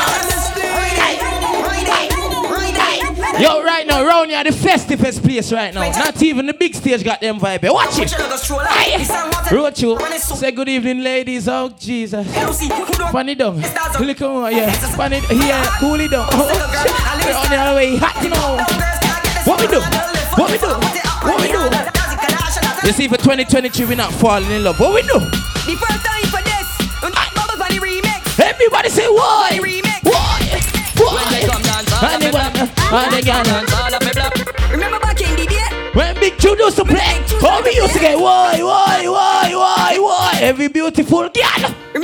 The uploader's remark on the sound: RADIATE FESTIVAL LIVE AUDIO